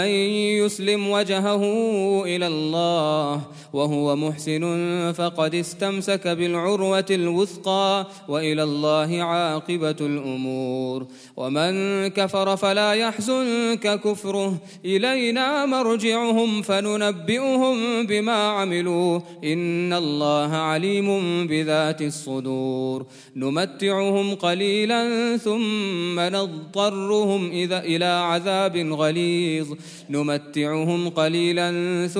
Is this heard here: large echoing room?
yes